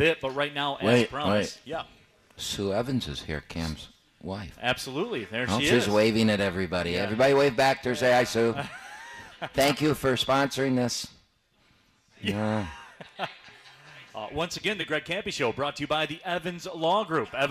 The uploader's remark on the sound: live from RJ's Pub in Rochester Hills